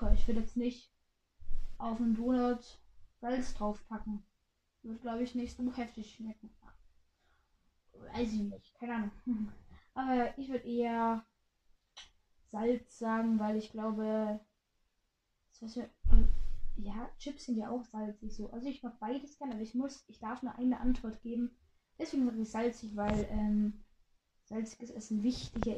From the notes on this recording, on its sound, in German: Sorry wegen der kack ton Qualität